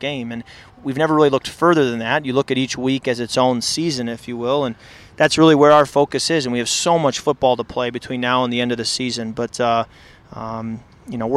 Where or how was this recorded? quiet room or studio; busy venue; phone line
busy venue